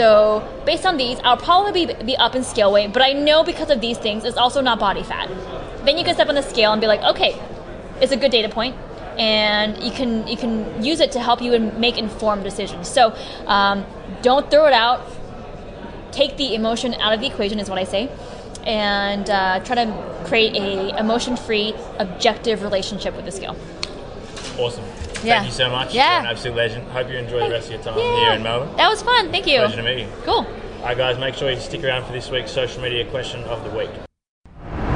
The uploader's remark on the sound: During the Ultimate Evidence Based Conference run by JPS Health and Fitness we were able to sit down and have a 10 minute chat